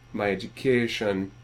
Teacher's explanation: A gets really lengthened kind of dramatically · Term: lengthen A